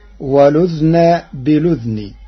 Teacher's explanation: قرأ ورش كلمتي والأذن بالأذن بإسكان الذال معا فتصير ولذن بلذن، مع نقل حركة الهمز إلى الساكن قبلها.